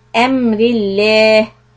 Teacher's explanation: the raw kasra makes the lafz jalala lam soft.